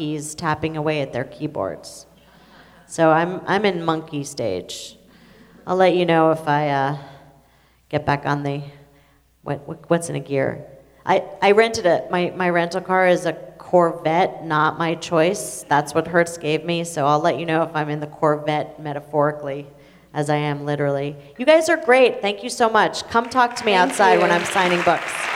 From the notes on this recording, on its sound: Recorded in front of a full house at Scripps College